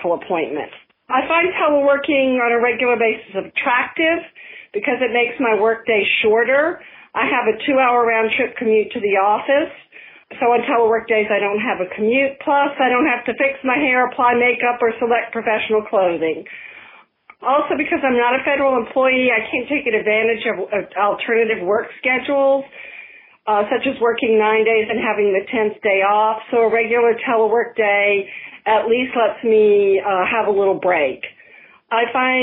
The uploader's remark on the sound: Asked our listeners to call in and leave their stories. We have a diverse group of 13 stories ranging from marketers, librarians, attorneys, techies, and more from North America and even from Europe.